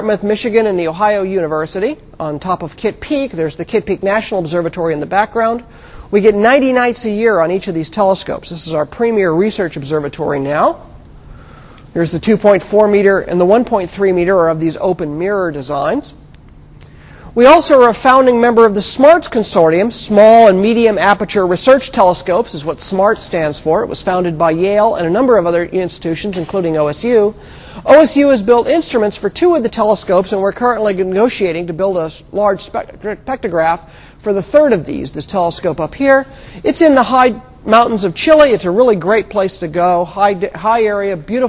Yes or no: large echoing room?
yes